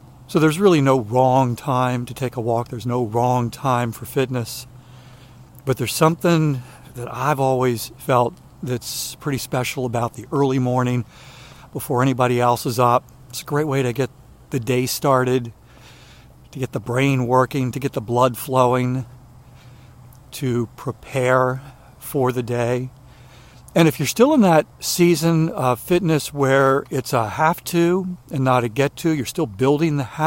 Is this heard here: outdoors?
yes